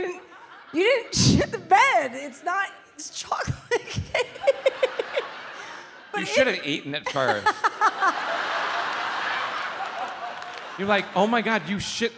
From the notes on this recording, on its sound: live in Chicago for a second show